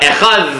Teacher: is not pronounced as a D, it's pronounced more as a the, like a TH sound, in which case you can drag it out, right? You can't drag out a D, right?